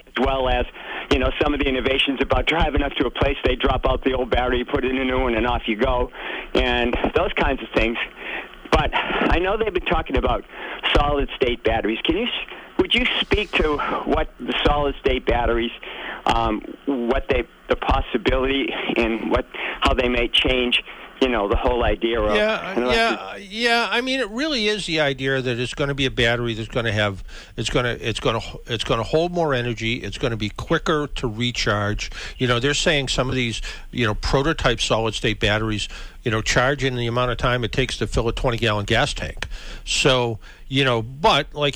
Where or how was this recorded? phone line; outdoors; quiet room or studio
phone line